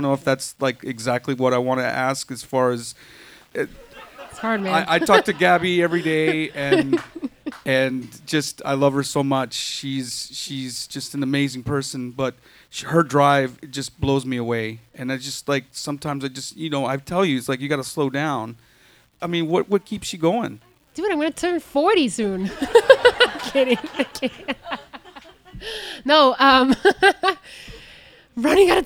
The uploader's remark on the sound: During a very intimate and sincere conversation at the 6th installment of our live series